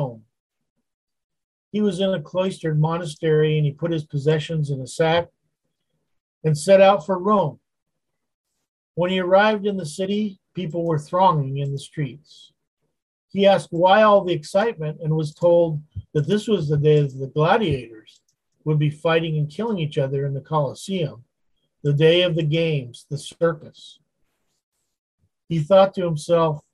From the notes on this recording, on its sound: Wednesday Zoom study